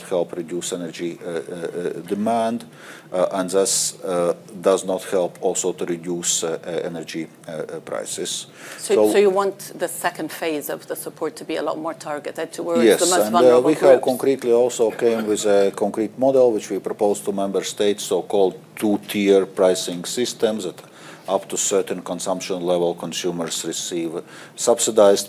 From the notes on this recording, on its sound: Davos 2023. A panel of top experts digs into this topic at the 2023 Annual Meeting in Davos Switzerland. This conversation was recorded at the Annual Meeting in Davos Switzerland 19 January.